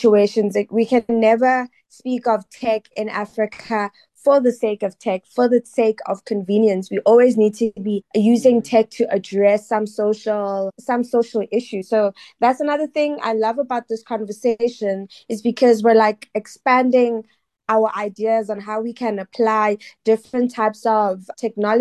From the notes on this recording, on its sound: Recorded online in 3 different cities in South Africa over Zoom.